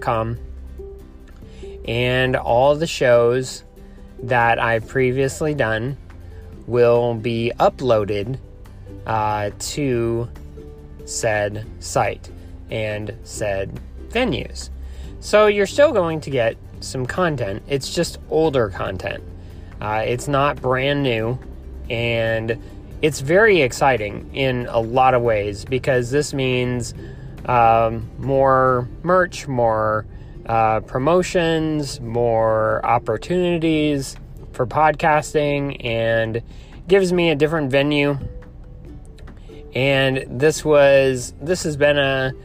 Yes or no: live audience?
no